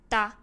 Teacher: 会露出一点点的肉背，也就是舌头的肉背发出来的，而不是直接咬舌尖哦